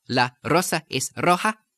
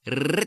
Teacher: There's the R, one tap, and then there's the R, spelled with the double R, which is the two tap.